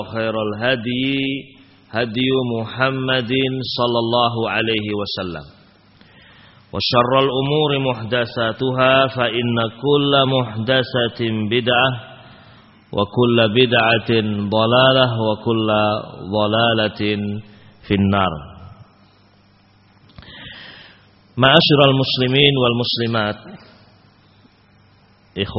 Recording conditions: large echoing room